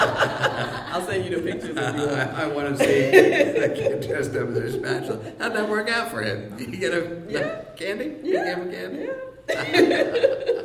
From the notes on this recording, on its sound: this live episode featuring a dazzling lineup of comedians and storytellers